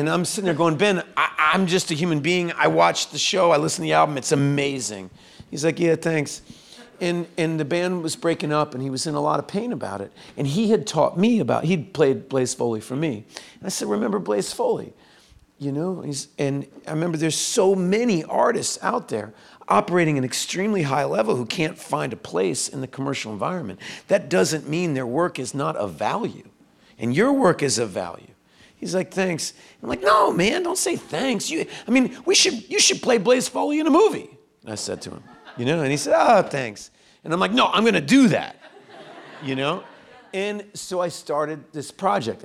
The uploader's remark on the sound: The actor-writer-filmmaker was in prime raconteur mode, in front of an enthused audience.